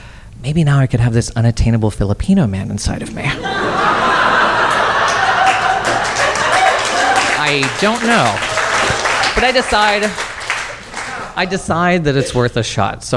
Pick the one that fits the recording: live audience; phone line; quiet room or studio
live audience